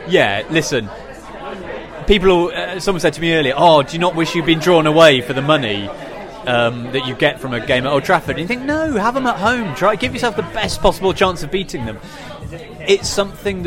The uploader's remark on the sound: settle down for a cosy fireside chat in a London pub